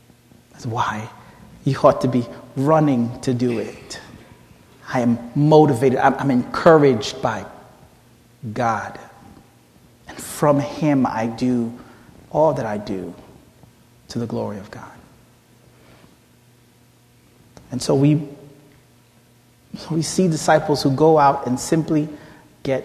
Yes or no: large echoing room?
yes